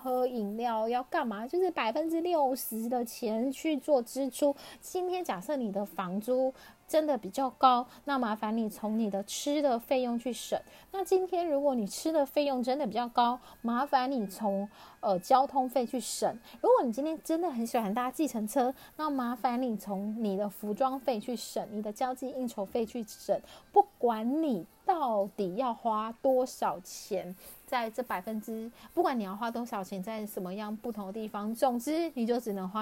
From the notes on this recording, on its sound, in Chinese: 這一集換了錄音方式，所以有些沙沙的聲音